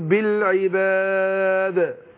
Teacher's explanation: القلقله في الوقف بتكون ابين